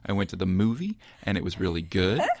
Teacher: you have that rising intonation at the end of every sentence · Term: uptalk